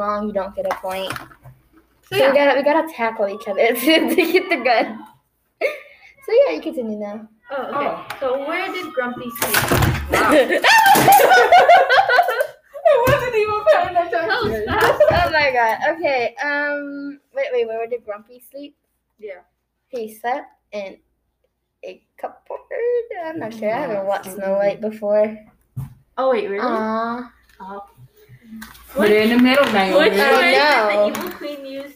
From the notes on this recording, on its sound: in the beginning you cant hear us cause my headphones were plug